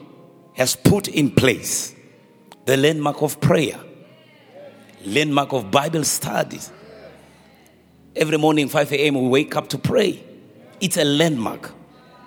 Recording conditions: large echoing room